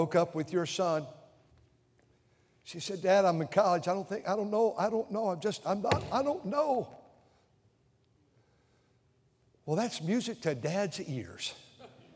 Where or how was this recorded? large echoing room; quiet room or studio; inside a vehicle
large echoing room